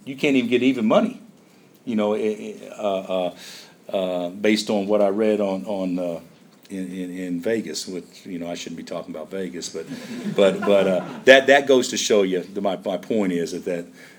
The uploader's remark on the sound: Press Conferences & Post-Game Interviews